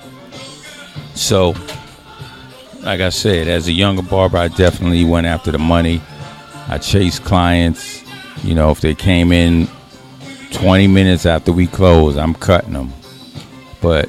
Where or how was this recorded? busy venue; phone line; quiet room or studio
busy venue